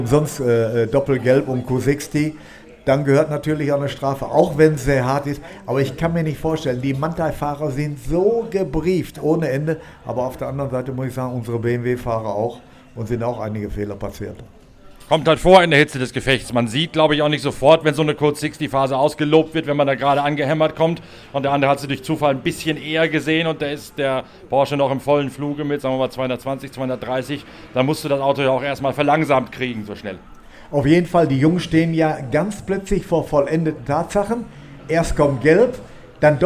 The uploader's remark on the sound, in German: Live aus dem Shell Helix Ultra-Track Lab auf dem Nürburgring. Meldet sich live aus seiner Box, nachdem er sich eigens für unseren Podcast von der Boxenmauer losgeeist hat.